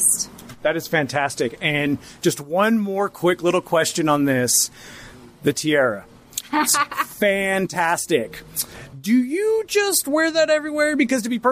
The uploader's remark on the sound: They recorded this episode during the first annual GCP Putt Stuff at Parkland Putters.